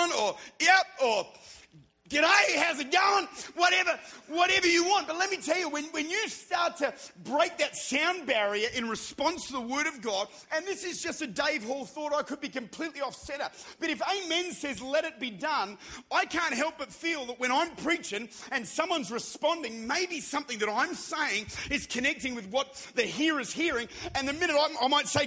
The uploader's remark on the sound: Recorded at Redeemer Church during their annual Encounter Conference in Utica, New York